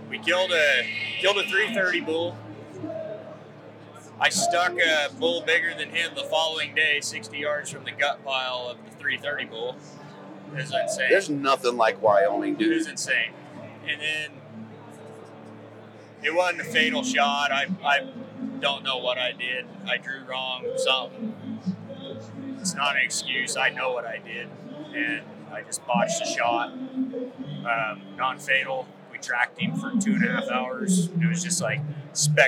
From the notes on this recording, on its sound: Hunt Expo Live From the Initial Ascent Mountain Dude Table. Live recordings from Western Hunting and Conservation Expo in Salt Lake from the Initial Ascent booth!